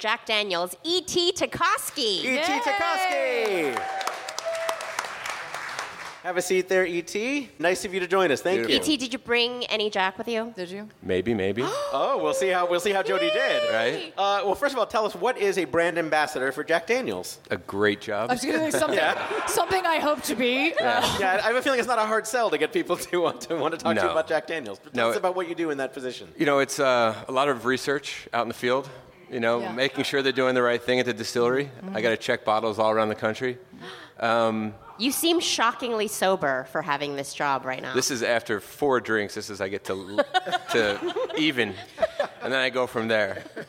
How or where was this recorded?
busy venue